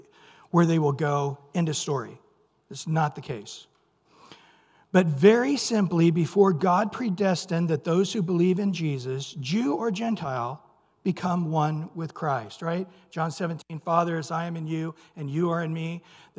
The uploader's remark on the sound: Recorded at Calvary Chapel of Los Alamitos. Sunday Morning Sermon.